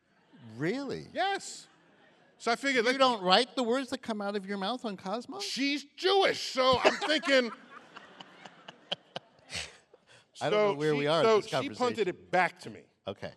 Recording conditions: live audience